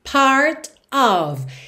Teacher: o T de part ficou rarara para já juntar na vogal, part of, preposição OF sempre vai ter som de OV, certo?